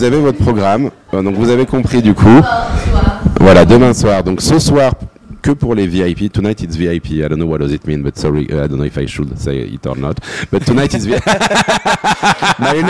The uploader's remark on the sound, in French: Nous étions en direct depuis la NFT Factory avec les collectif Somaverse et Suprchief Gallery pour l'exposition de ces 5 artistes.